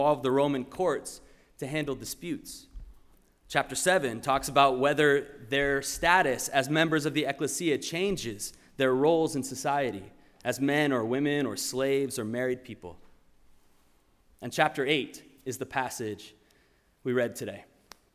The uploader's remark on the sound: Sermon preached at RCHP